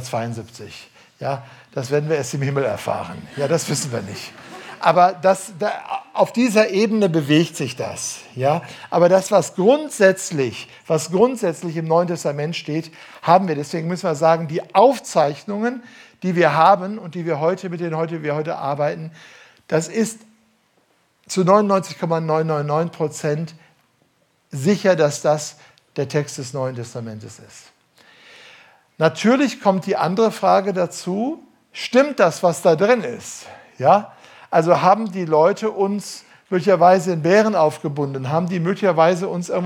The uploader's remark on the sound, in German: Am Ende des Vortrags, gehalten im Dezember 2018 in der „jesus-AG“ in Ludwigsburg, geht er auf Rückfragen aus dem Publikum ein.